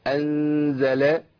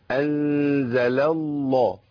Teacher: اللام الأولى مرققة أنزل، واللام الثانية مشددة عبارة عن لامين · Term: اللام المشددة